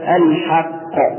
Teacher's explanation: يقلقل القاف هنا بأكبر المراتب وأعلى الدرجات، لأنها جاءت في آخر الكلمة وهو حرف مشدد، فعندنا فيه ثقة التشديد وأنه تولد فيه القلقلة أيضا، فينطق هكذا الحق.